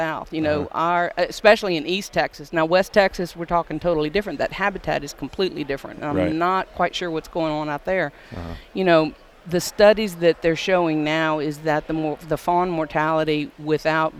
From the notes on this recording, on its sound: taped this one while at the recent SCI Convention in Nashville